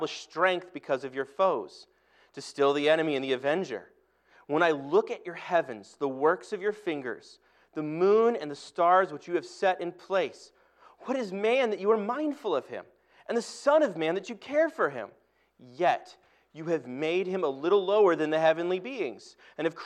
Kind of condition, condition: setting, large echoing room